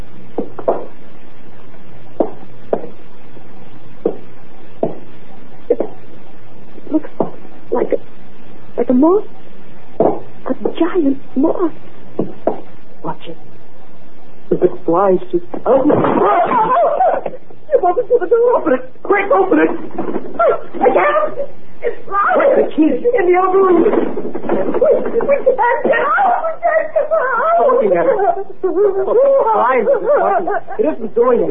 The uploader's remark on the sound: Audio could be better, but is clear, with no static.